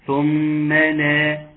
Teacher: لا طبعا، النون والظاء اخفاء اذا كانت النون ساكنة، ولكن النون ليست ساكنة، فتنطق نون قوية مفتوحة واضحة على طول